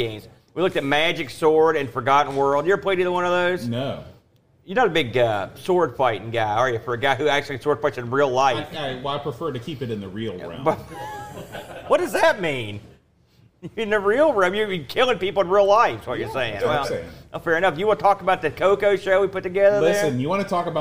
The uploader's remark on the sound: LIVE from Boatfest 2023